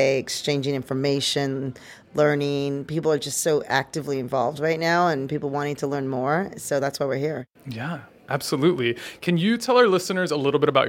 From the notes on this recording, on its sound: Season 2 of Rewriting The Playbook is coming to you live from CHROMA 22 in Philadelphia.